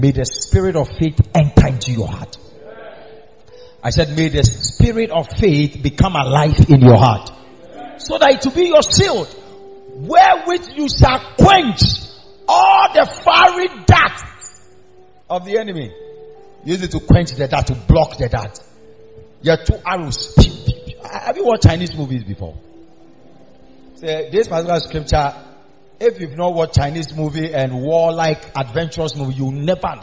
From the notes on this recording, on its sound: Preached at the Miracle Arena during the new year